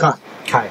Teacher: So if you say ka ya fast enough, you end up kind of saying kai.